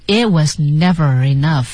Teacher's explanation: It 在这里要失去爆破了